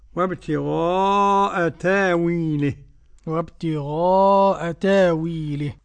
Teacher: إذا سكنت فاء من الفعل همزة فورش يريها حرف مد مبدلة · Term: الإبدال